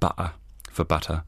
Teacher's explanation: So you uh, you do a thing where you insert a sound that's down in the throat in the middle. Glottal stop. · Term: glottal substitution